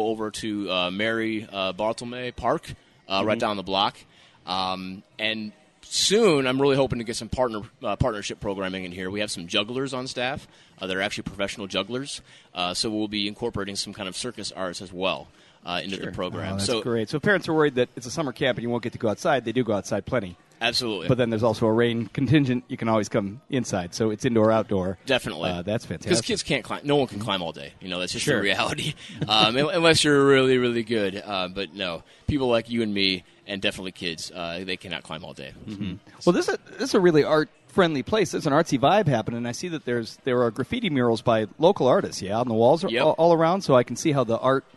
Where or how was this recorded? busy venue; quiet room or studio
busy venue